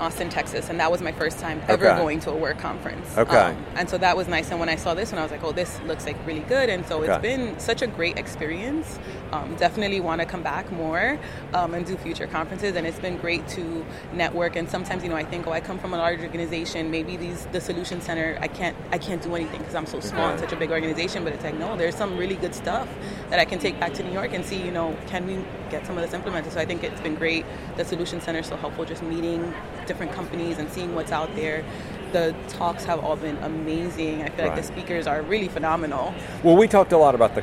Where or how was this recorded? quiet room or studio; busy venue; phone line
busy venue